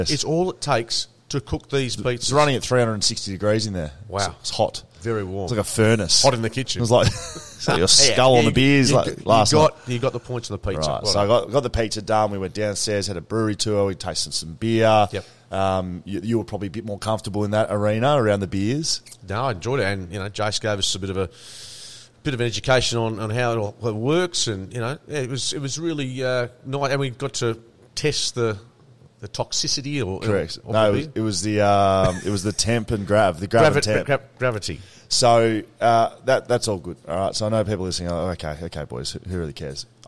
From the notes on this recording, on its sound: The boys hit the road to broadcast live directly from the Shelter Brewing Co. Live From Shelter Brewing Co.